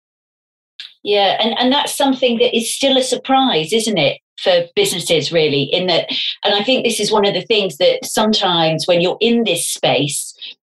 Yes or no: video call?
yes